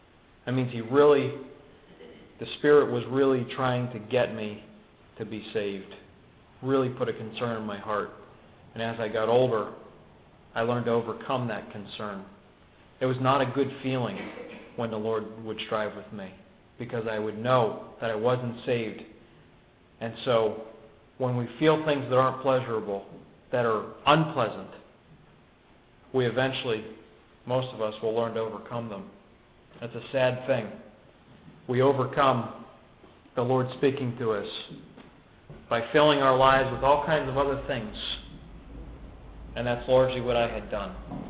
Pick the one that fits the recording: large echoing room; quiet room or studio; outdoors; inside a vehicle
large echoing room